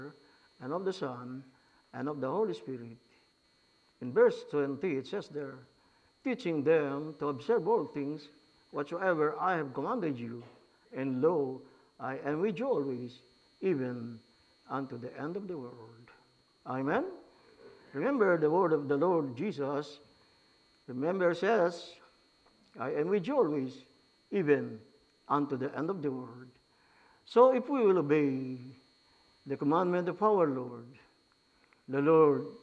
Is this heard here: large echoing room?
yes